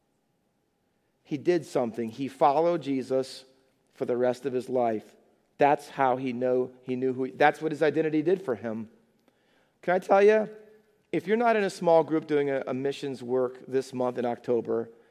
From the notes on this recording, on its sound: Faith Baptist Church in Hamilton, NJ.